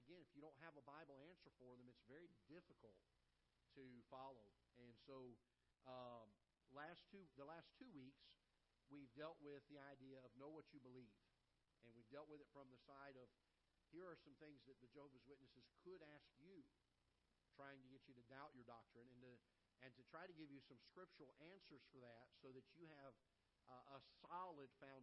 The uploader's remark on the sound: Ketha Heights Baptist Church ~ Live Broadcast